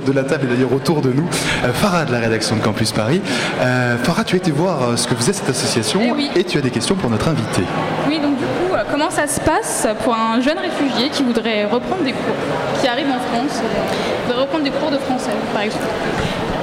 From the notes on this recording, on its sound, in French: A l'occasion de la Nuit des Etudiants du Monde (NEM), la Matinale est en direct de l'Hotel de Ville de Paris.